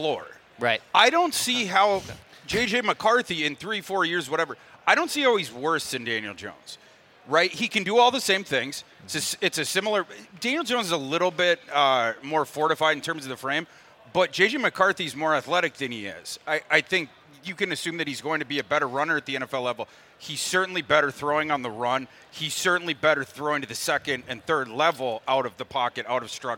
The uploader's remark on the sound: Live from the Minnesota Golf Show! Live and in-person from the Minnesota Golf Show.